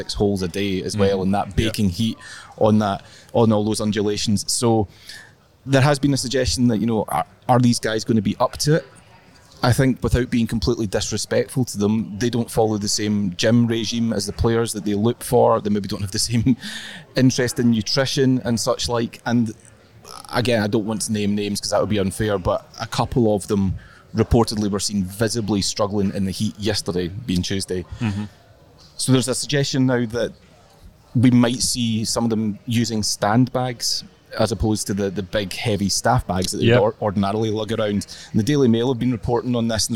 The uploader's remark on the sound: LIVE from Rome. Live from Marco Simone Golf & Country Club.